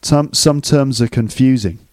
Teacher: the way that the S at the end of terms links up with the reduced form of are